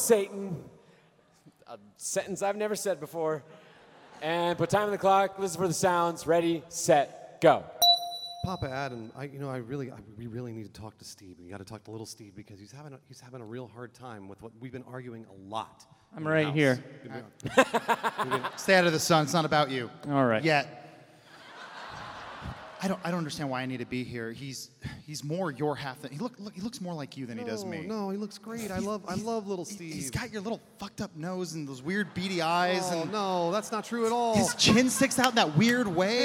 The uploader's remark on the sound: a completely wild live show during RTX Austin 2018